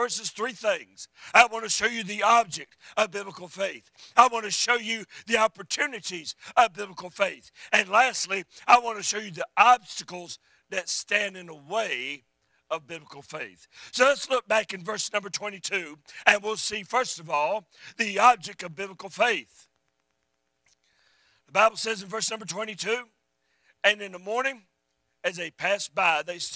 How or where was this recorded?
large echoing room